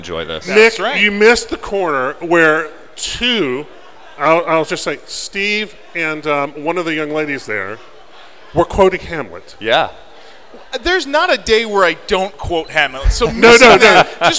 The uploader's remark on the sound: LIVE at Indy POP Con 2018